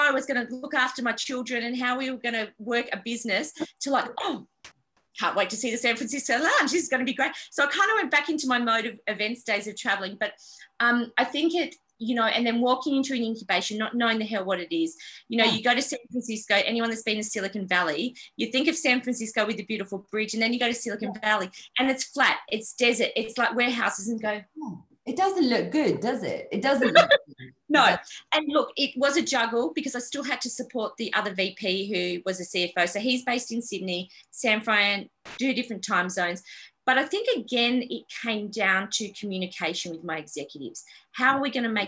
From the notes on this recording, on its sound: This episode was recorded live for The Miss Jones PA Virtual Showcase last month.